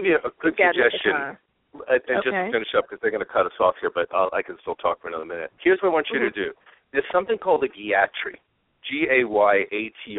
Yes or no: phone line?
yes